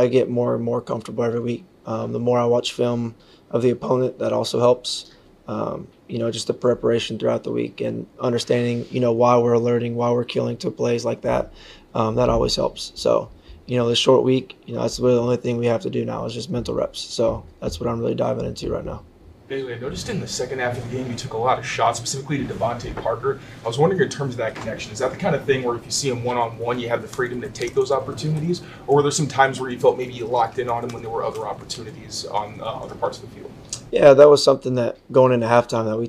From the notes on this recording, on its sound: addresses the media during his press conference at Gillette Stadium